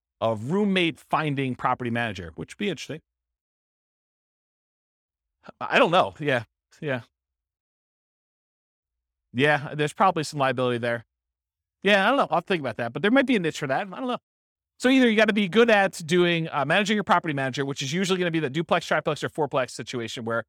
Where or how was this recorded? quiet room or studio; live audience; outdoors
live audience